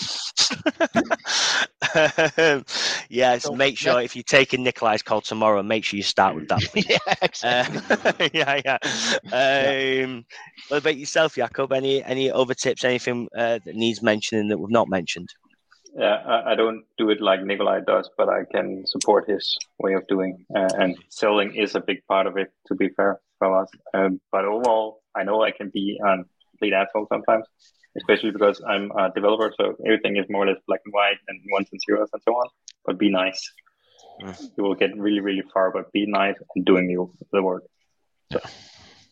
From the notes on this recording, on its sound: This is a recording a linkedin live event recorded on Thu, Nov 17, 2022, 2:00 PM - 3:00 PM.